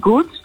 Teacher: Oorspronkelijk was de G eigenlijk een plofklank, dus een kleine explosie in de mond. Een G, zoals in het Engelse good.